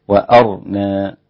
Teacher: ابن كثير والإمام السوسي ويعقوب بإسكان الراء مفخمة، فيصير النطق بها وأرنا هكذا، وأرنا مناسكنا.